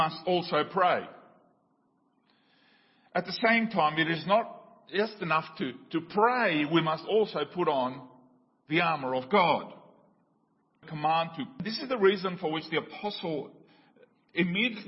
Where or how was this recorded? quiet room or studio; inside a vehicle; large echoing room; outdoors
large echoing room